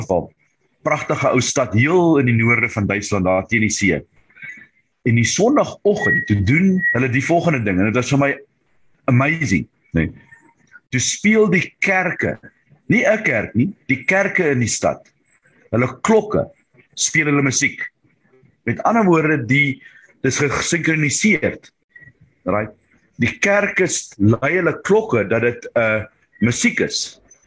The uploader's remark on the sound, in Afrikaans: Manne van die Woord Zoom Byeenkoms 14 April 2022